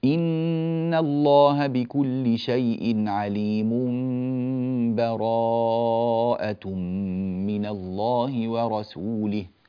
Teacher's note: الوصل من غير تنفس ومن غير بسملة